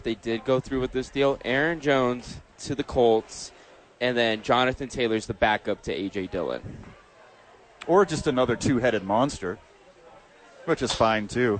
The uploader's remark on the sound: live from Top Golf for the YMCA Charity event